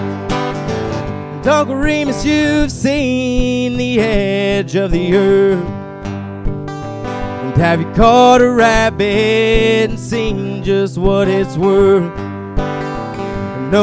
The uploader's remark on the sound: Live At The Burl – Lexington, KY.